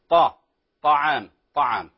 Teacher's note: حاول أن تفخم الطاء طاء طاء حتى لا تصبح قريبة من التاء